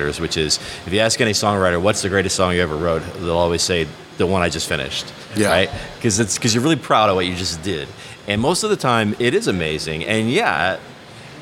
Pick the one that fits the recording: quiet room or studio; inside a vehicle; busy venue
busy venue